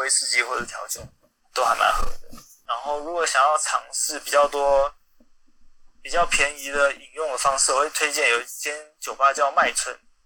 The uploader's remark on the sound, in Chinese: Clubhouse的電話錄音就是悲劇一場。